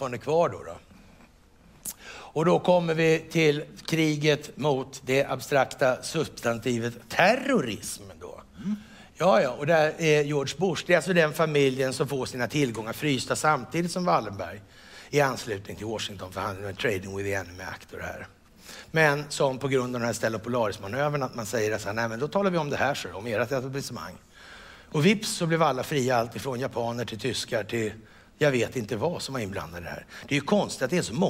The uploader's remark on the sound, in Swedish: Detta är den inspelade finalen på Circus i Stockholm